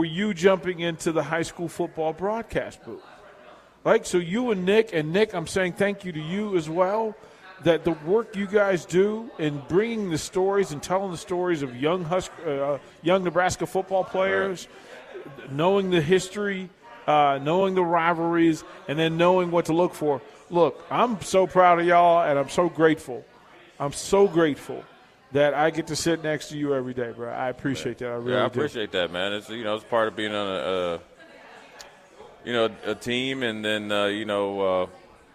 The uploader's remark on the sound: LIVE from Mary Ellen's